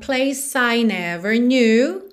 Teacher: Place para I, você junta, porque o E final de place não é pronunciado.